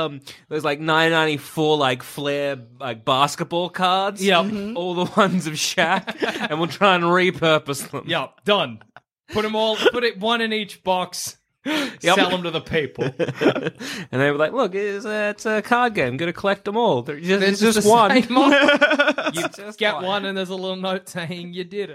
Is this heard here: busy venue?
no